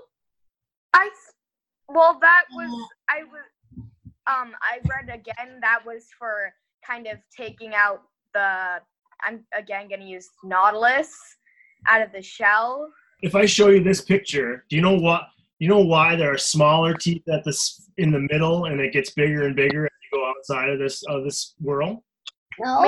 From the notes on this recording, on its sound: our first ever Prehistoric Podcast had to be recorded via videochat